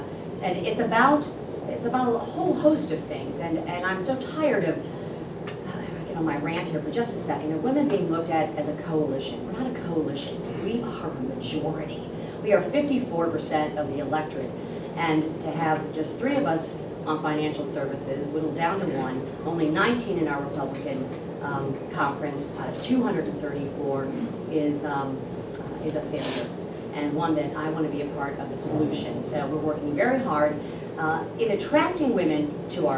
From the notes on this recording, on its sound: WASHINGTON, D.C. Two members of the House Financial Services Committee appeared before a breakfast meeting of The Ripon Society.